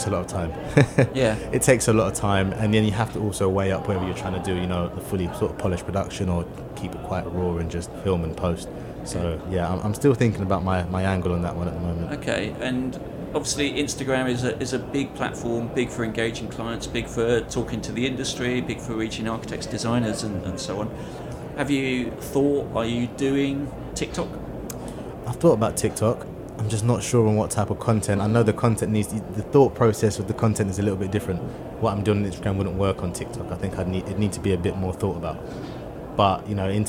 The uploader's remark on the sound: Recorded at ISE 2023.